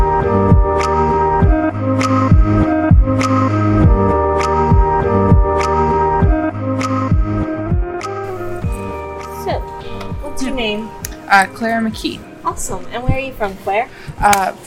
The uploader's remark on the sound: interviews attendees of the Pro-Life Women's Conference in New Orleans.